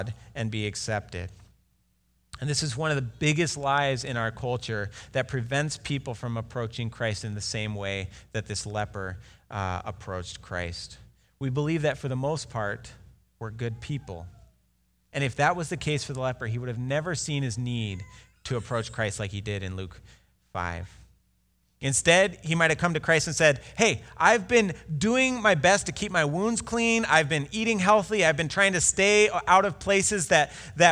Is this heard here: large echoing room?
yes